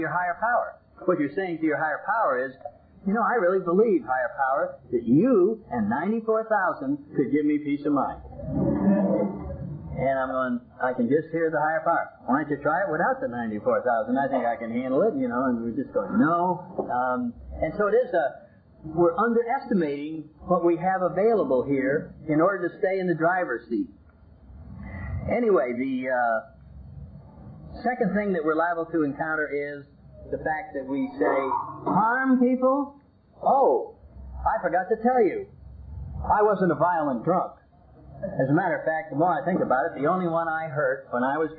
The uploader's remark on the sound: I cleaned this audio up as best I could but there comes a point that removing any more of the background hiss. I got the majority out but there is a bit of hiss in this.